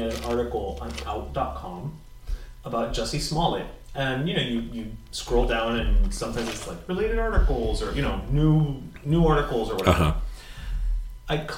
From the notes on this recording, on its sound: we sorta had to record in a hurry of sorts, so yeah, echo